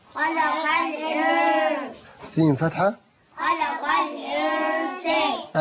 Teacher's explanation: نون ساكنة مخفاة عند السين المفتوحة بغنى حركتين.